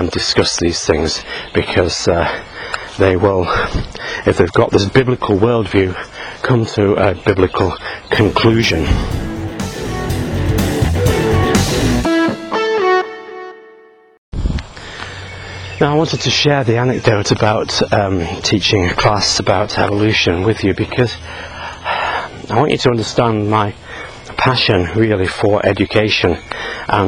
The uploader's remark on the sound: while out walking his dog